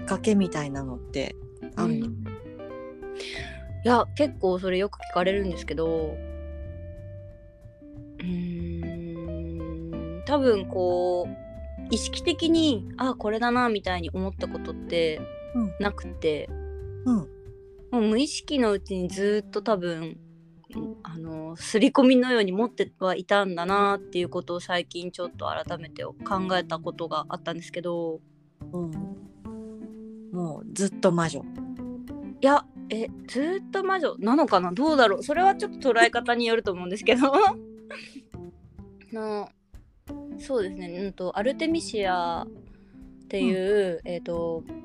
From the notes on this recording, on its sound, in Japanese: 今回は収録時のWi-Fiの調子が悪くて。音声が途切れがちでお聞き苦しいかもしれません…